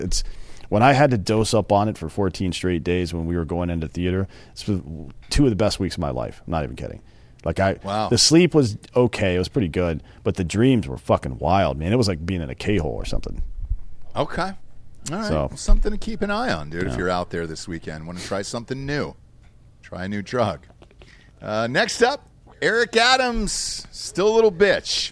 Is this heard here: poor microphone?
no